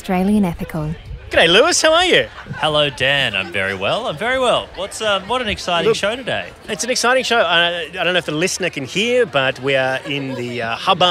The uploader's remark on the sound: To celebrate the start of the Sydney Comedy Festival we put the RØDECaster Pro II in a duffle bag and headed to the Factory Theatre courtyard. One of the only arts venues in Sydney which boasts a commercial airliner flying overhead every 10 minutes.